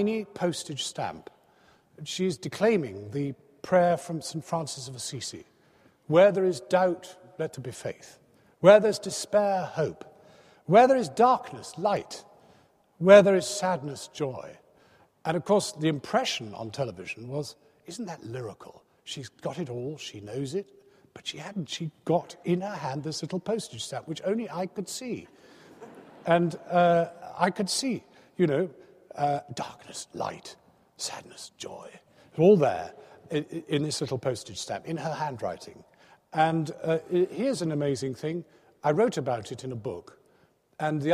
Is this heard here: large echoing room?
yes